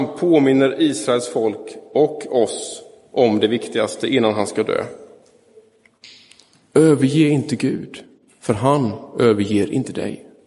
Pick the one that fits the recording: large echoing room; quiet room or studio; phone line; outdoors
large echoing room